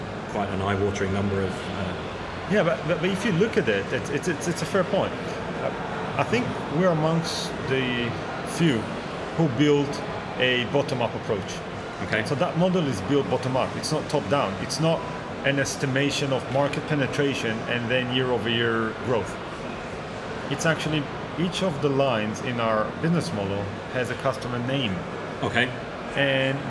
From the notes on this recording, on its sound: This interview was recorded out and about, so there is some background noise.